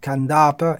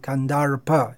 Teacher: kandapa is without pronouncing the R, and kandarpa is pronouncing